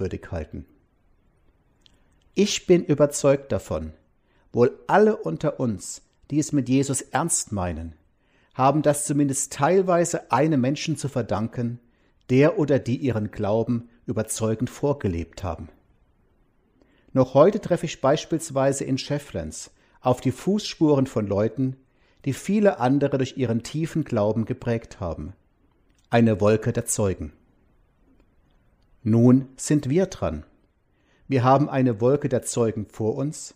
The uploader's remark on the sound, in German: Gottesdienst am Palmsonntag 2021